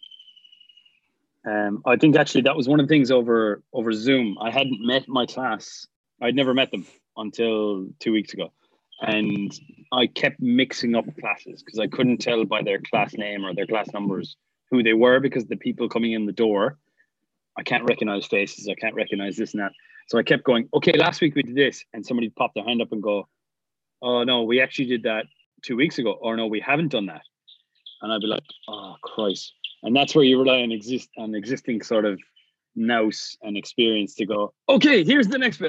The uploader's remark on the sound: Yes, we know the audio is poor but, you'll have to complain louder, we can't hear you over the sound of the beach.